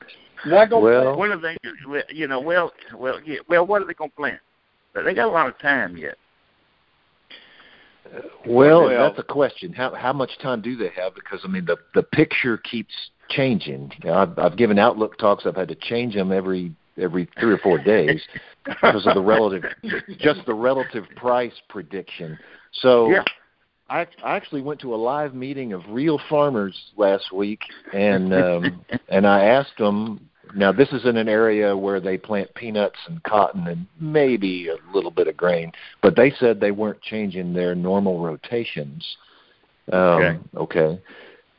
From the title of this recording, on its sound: Monthly Conference Call